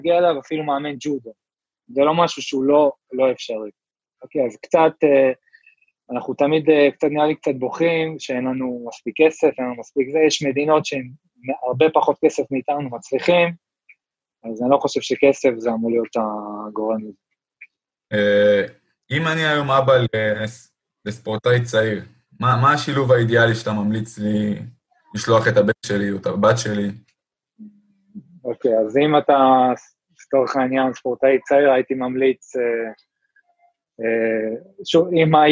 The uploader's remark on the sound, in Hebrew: הפרק הוקלט בזום בעקבות אתגרי הקורונה.